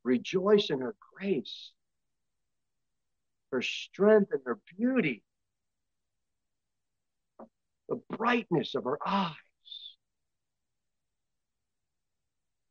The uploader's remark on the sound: Sermon delivered at Pilgrim Baptist Church on Sunday, April 30, 2023, at 2:15 pm. Jere Whitson Rd.